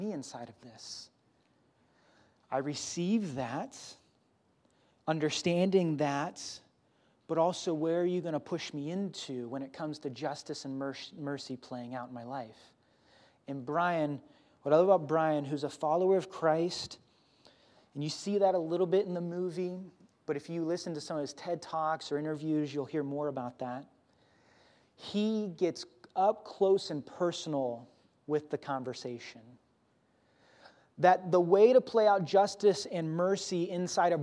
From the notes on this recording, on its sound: Grace Church Barberton Campus